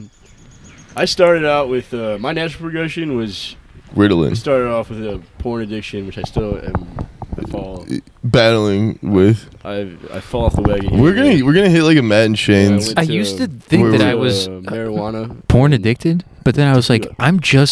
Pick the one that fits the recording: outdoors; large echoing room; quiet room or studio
outdoors